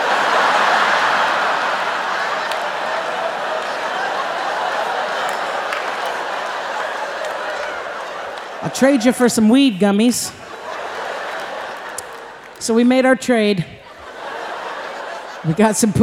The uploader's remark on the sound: Performed live at The Paramount in Oakland.